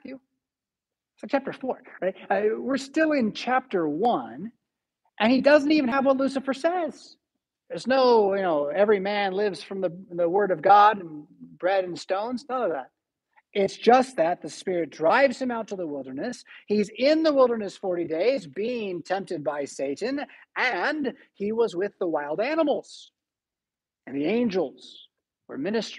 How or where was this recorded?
large echoing room